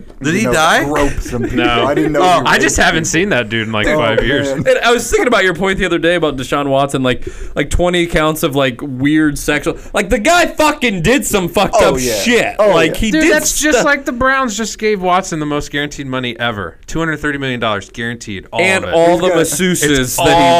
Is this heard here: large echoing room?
no